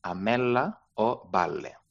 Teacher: ho hem de pronunciar també allargant el so de la L